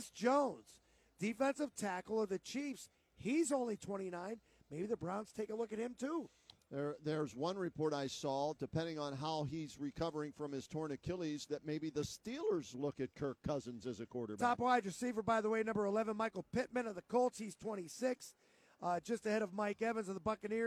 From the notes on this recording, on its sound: As we continue to broadcast live from Rocket Mortgage Fieldhouse.